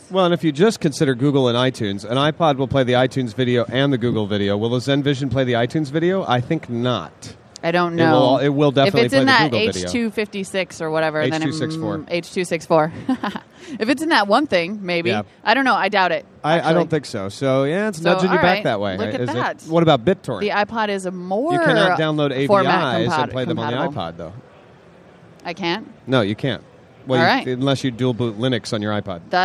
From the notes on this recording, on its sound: Live from Macworld